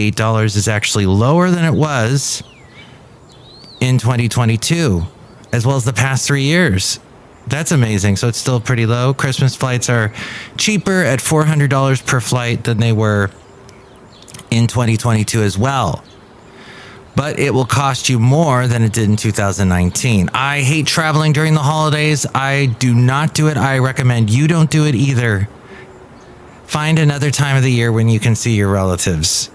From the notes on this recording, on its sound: podcasts live from Café Anyway